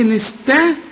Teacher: الطاء هي المفخمة، يبقى رقاق للسين والتاء والعين كمان والتاء والميم اللي بعدها